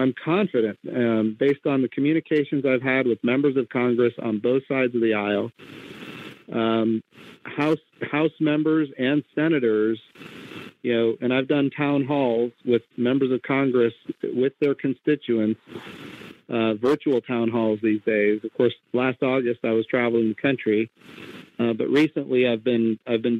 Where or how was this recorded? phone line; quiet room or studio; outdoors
phone line